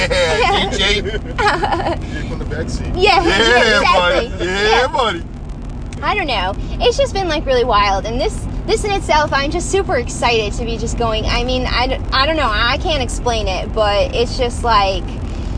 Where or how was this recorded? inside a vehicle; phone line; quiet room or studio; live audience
inside a vehicle